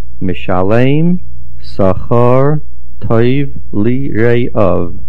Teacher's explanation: Mishalem, the stress is on the lamed. The lamed is the middle root letter.